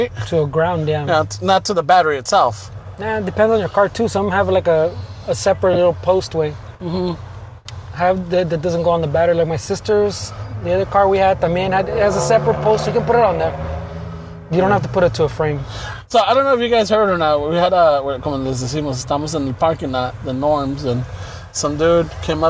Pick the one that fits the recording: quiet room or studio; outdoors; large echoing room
outdoors